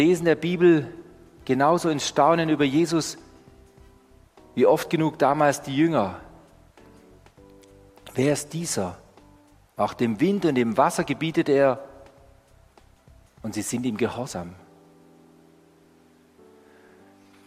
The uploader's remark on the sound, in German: Die Predigt aus dem Gottesdienst. Evangelische Gesamtkirchengemeinde Marschalkenzimmer-Weiden.